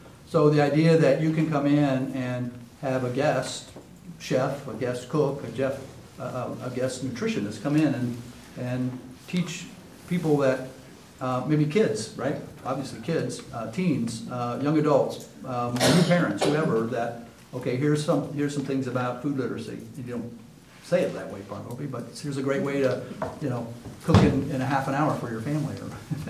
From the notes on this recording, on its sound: Live recording of Astoria City Council meeting. In City Council Chambers.